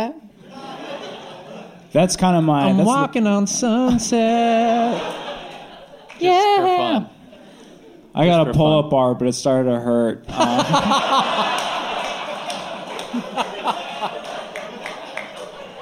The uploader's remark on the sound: Live from the Dynasty Typewriter Theatre